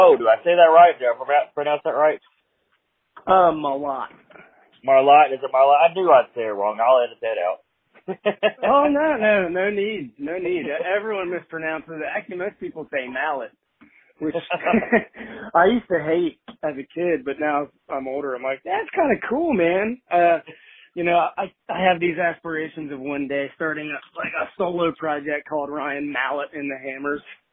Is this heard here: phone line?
yes